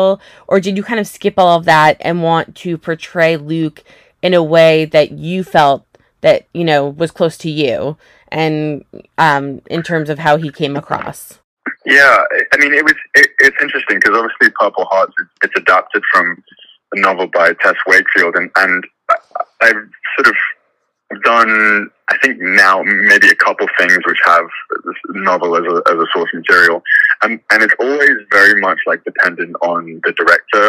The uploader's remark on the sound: This interview was done over the phone